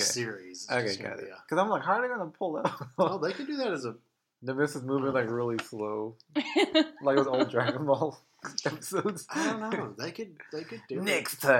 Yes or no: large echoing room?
no